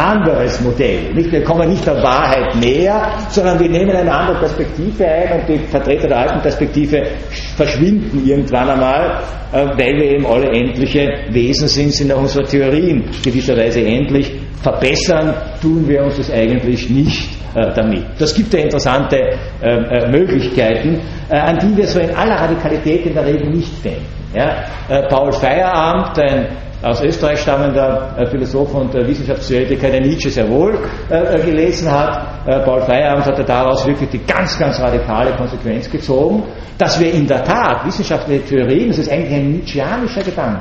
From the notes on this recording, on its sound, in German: Gehalten am 14.06.2012 an der Universität Wien. Diese Vorlesung wurde von Studierenden der Uni Wien aufgenommen.